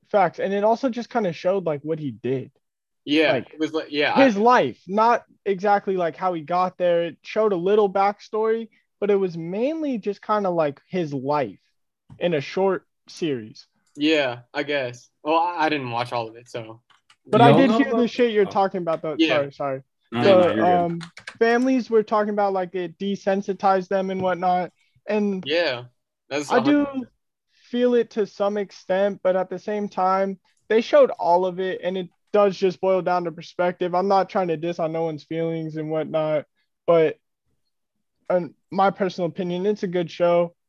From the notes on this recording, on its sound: hop on Zoom